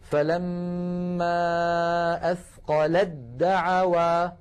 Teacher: ساكنة، ودعوا أولها دال متحركة والتاء والدال من المخرج عينه، لذلك نحول التاء إلى دال ثم ندغم الدال في الدال · Term: إدغام